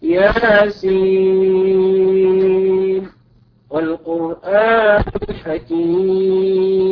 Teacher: على رواية ابن حفص فلا إدغام فيها، بل يجب الإظهار هكذا: ياسين والقرآن الحكيم.